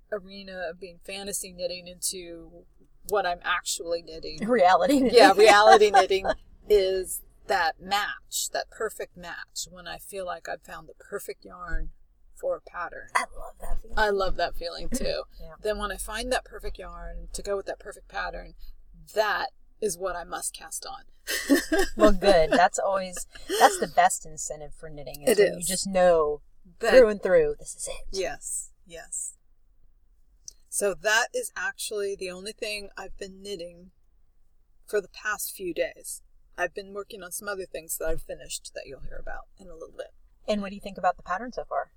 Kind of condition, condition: setting, outdoors